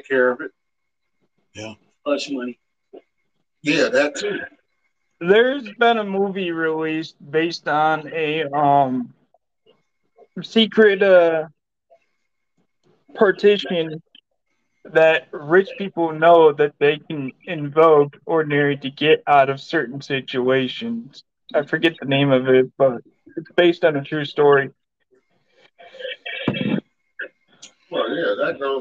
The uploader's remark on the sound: THIS EPISODE IS EXPERIENCING TECHNICAL DIFFICULTIES. SORRY FOR THE AUDIO PROBLEM.